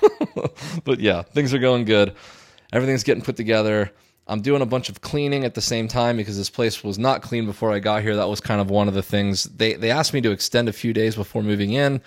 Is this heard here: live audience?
no